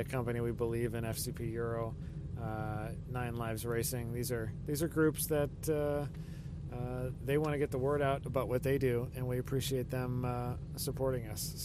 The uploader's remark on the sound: Long Drives with Bad Audio. Even after more than 300 shows, he still struggles to use a recorder properly.